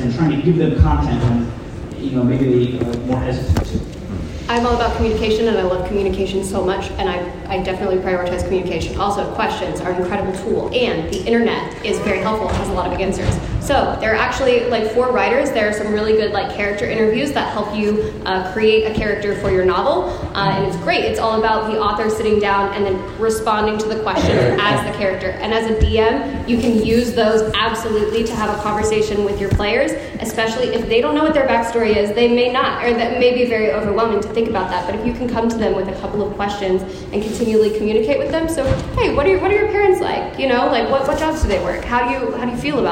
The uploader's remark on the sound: The lost recording of the Worldbuilding for the Lazy Dungeon Master panel at Pax Unplugged, December 2019.